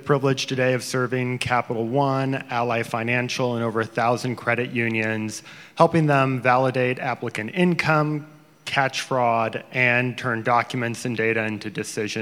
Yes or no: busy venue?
yes